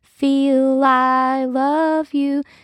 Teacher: And she does an intentional play with it because there's a rise and fall pattern in between feel and I. She says, feel I love you.